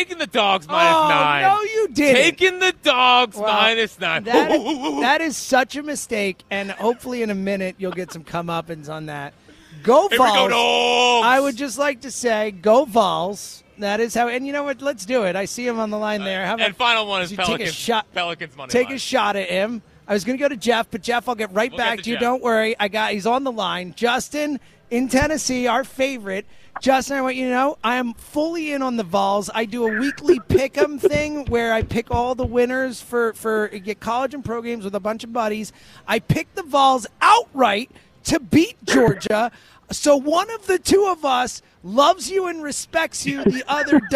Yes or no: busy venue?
yes